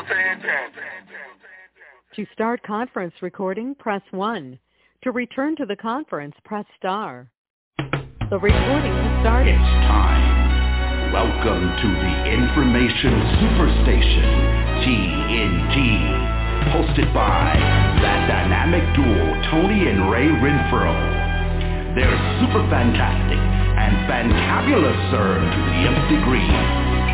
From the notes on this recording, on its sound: TNTSuperfantastic Conference Call